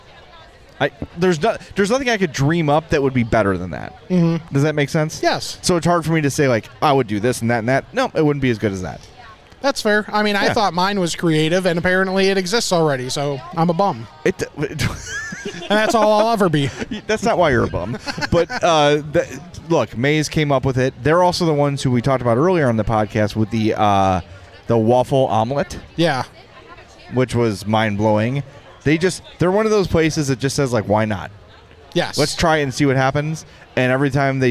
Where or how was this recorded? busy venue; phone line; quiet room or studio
busy venue